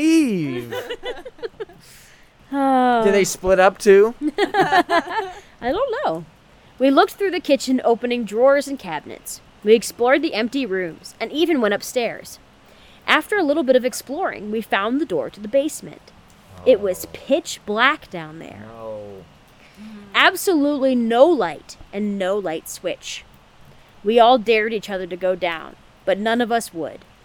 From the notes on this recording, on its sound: We have decided to bring you a bonus episode from around the campfire! Every once in a while, we like to go out into the elements, and record some spooky stories. The audio is unpredictable, the scares are real, and the fire is always nice and warm.